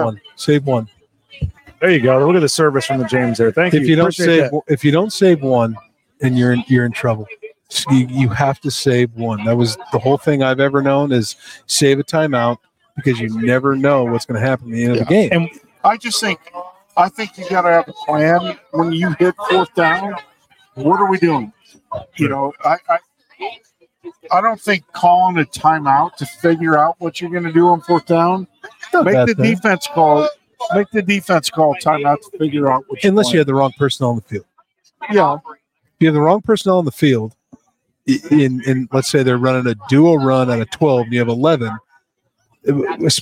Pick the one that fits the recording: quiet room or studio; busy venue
busy venue